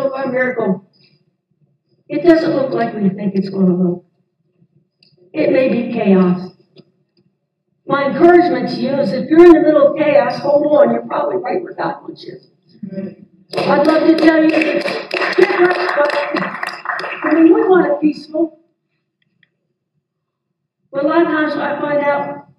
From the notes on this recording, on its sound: This audio is incomplete, and does not have good sound quality, due to a power outage at The Barn during the Sunday service.